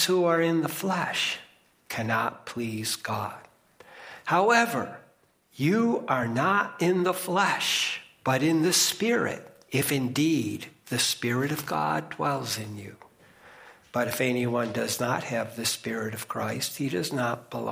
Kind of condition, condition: setting, large echoing room